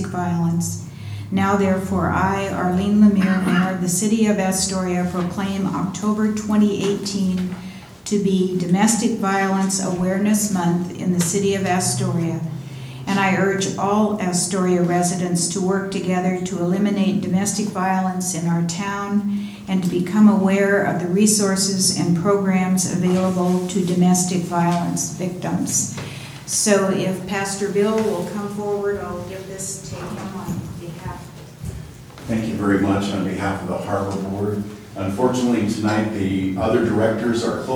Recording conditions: large echoing room